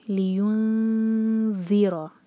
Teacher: یہاں پر دومہ ہے تو ہمارے ہونٹ گول ہوں گے، لیکن جب ہم نون کی آواز پر آئیں گے تو ہمارے ہونٹ جو ہے نارمل پوزیشن میں آ جانے چاہیے · Term: نون کی آواز کو چھپائیں